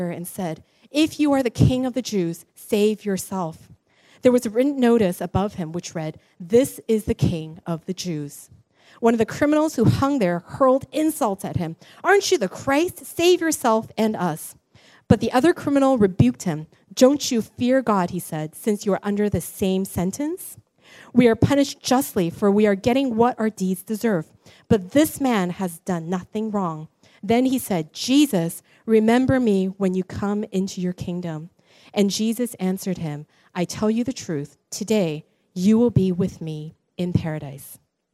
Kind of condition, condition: setting, large echoing room